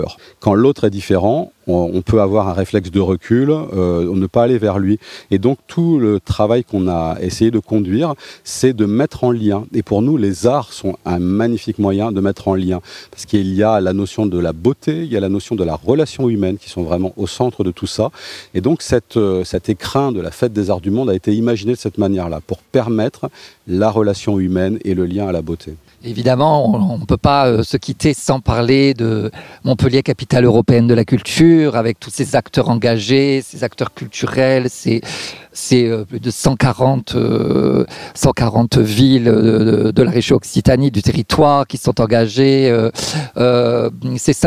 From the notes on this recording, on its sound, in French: s’est rendue au festival des arts du monde et a pu interroger